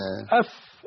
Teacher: الفاء من بطن الشفه السفلى